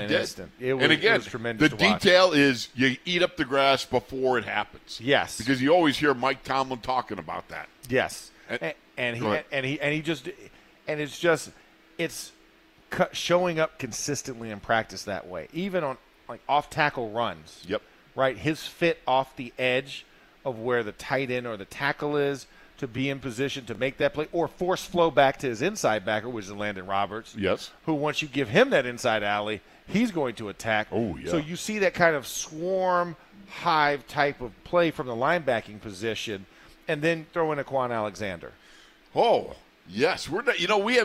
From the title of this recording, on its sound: In the Locker Room Live from Steelers Camp Day 9